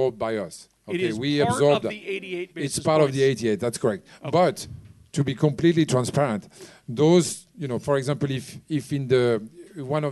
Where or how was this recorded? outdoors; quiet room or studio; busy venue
busy venue